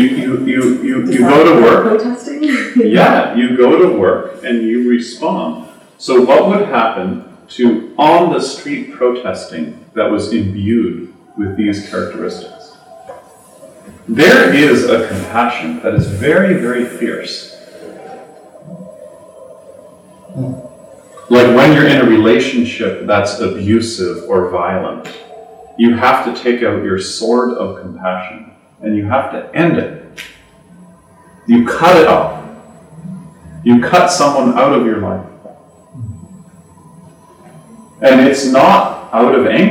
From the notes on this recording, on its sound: These talks are part of a series on the psychology of yoga and Buddhism and were recorded in front of a small group in Toronto in 2015.